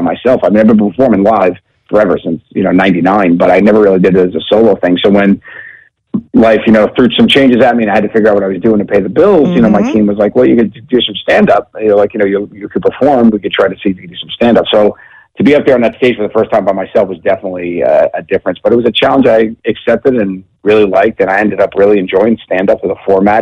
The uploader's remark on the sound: called into the BMCC